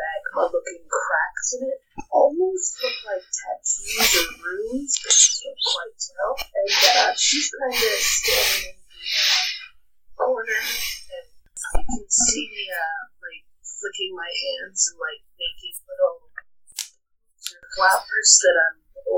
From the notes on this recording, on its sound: The audio in the premiere episode is bad quality